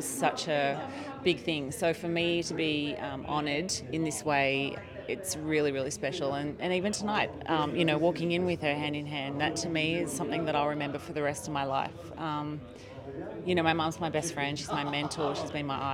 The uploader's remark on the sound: Recorded live at the NSW Champions of Sport Awards 2023.